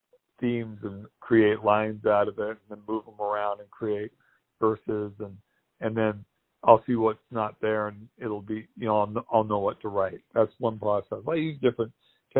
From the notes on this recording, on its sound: They spoke over the phone